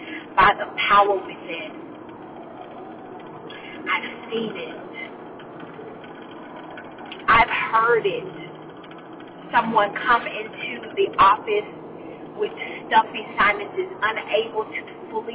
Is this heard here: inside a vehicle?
yes